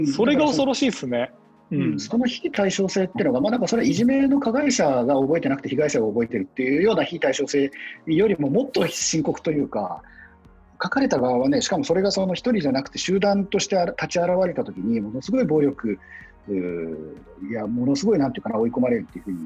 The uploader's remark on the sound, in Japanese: 収録はzoomを活用して遠隔で行いました。音声が聞きづらい部分がある点、ご了承ください。